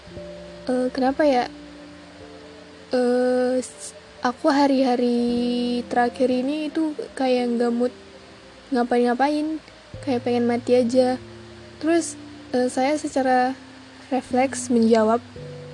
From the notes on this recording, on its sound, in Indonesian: Maaf banyak sound² di luar dugaan.